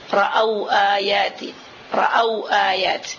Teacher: Tetapi kalau dia huruf lin, sesudah waw lin itu ada hamzah, hamzah taqati', tidak bisa kita panjangkan